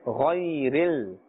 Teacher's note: غين is part of the حروف مستعليه. Therefore, we are pronouncing it with a fuller mouth. غيرل. We are not pulling here because ya sakin has a fatha before it, and therefore this is ya lean.